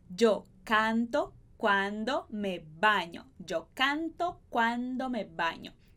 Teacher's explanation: O espanhol sempre vai ter essas vogais bem abertas, sem esse som nasal.